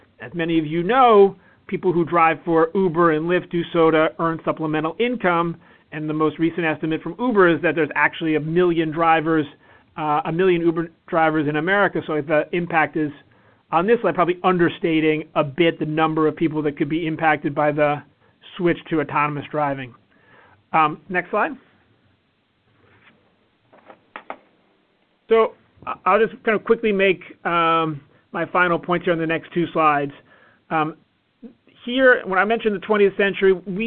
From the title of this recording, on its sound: Conference Call